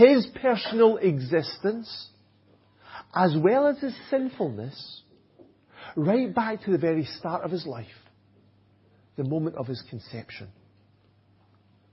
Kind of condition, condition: setting, large echoing room